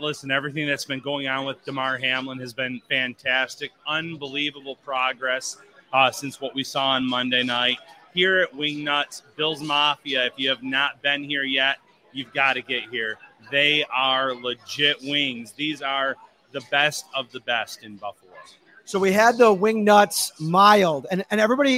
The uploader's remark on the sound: LIVE at Wingnutz in North Buffalo. Take some questions from fans.